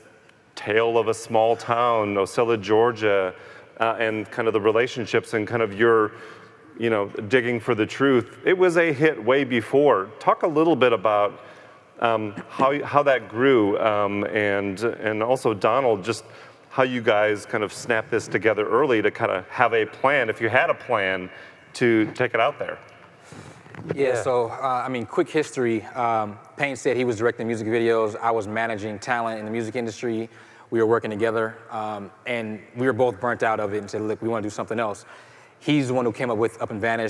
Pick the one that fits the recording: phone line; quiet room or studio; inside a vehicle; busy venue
busy venue